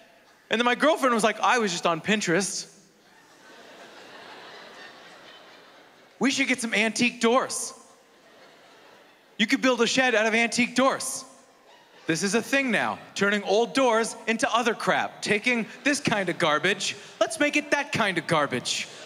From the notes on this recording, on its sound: stand up from the Just For Laughs Festival in 2016